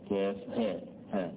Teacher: هيبقى فيها الحروف خمس حروف، الكاف هتمد مدا طويلا مدا مشبعا عشان الساكن فيها، لأن هي عبارة الكاف ثلاث حروف، الكاف والألف والفاء، تقول كاف لأنها تقف على ساكن، فلذلك بتمد مدا مشبعة مدا طويلا ست حركات. كاف ها بتمد حركتين فقط، كاف ها ها، ولا يقال هاء وآخرها همزة لا، ولكنها هاء ها، فهنا يقال في هذه مقصورة مقصورة.